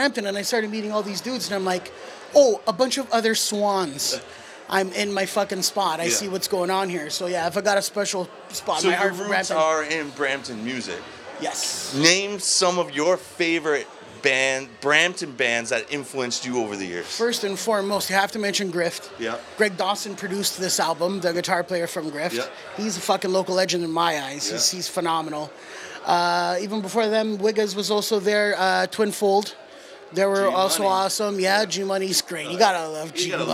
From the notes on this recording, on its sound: This Exclusive interview is from WedStock in Brampton,